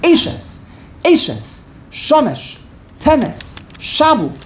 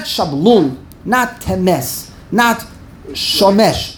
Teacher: the emphasis is on the second to last syllable, which in this case is the first syllable · Shown in: first take · Term: mila el